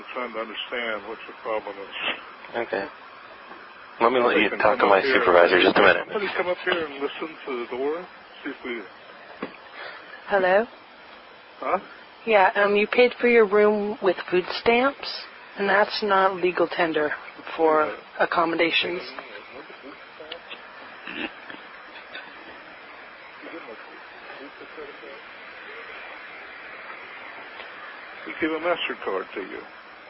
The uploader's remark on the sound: RBCP's Personal Prank Phone Calls Collection. Hotel front desk pranking guests.